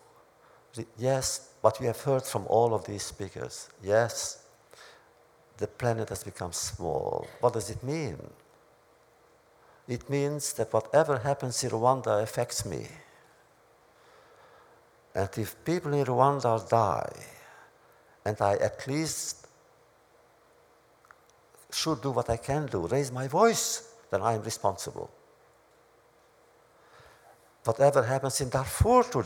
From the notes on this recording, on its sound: This audio podcast was recorded at the Academy of Achievement's 2007 Summit in Washington, D.C. In a wide-ranging address to the Academy's student delegates.